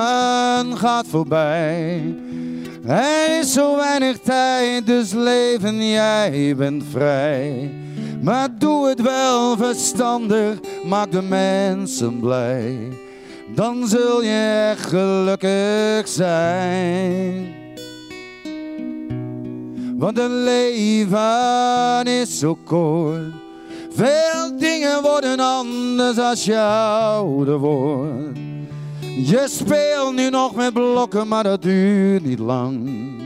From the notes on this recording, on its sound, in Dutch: Een Ajax Podcast met publiek! Op het Kick-off event voor de Ajax business relations stond onze studio in een hele ongebruikelijke setting, op een podium met meer dan 600 Ajacieden in het publiek.